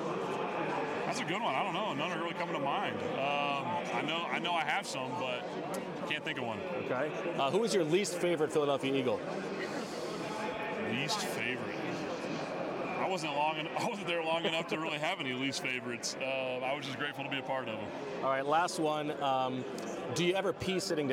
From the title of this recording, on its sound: From Super Bowl radio row: Sights and sounds from media night